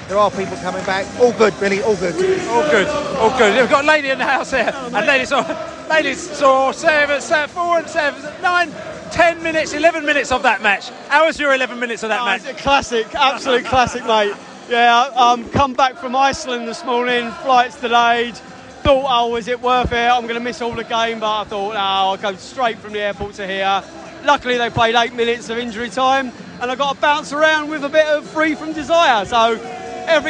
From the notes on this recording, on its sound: Post-Match Podcast from The Stands and Pub. We spoke to fans directly after Brentford's 3-1 victory against Luton in the pub and the stands.